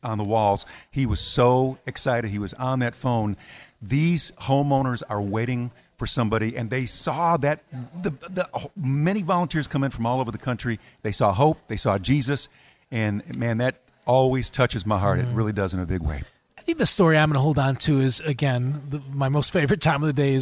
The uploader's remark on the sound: Live Interview During #EDOHXIX